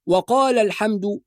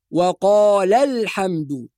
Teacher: يعني أضغط ضغط زائد على اللام المفتوحة · Shown in: second take · Term: النبر